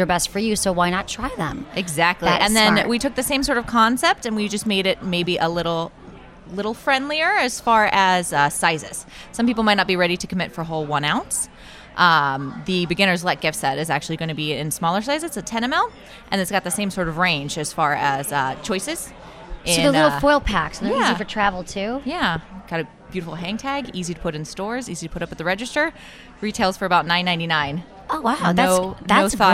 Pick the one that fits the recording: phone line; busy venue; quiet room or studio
busy venue